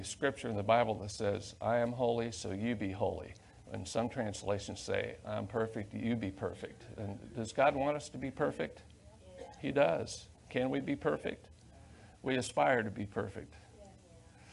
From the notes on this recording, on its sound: Sunday Main Service